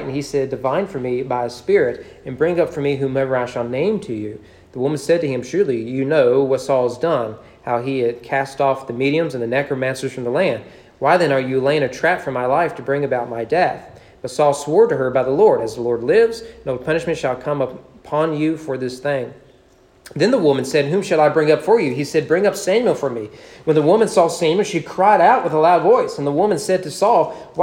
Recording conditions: large echoing room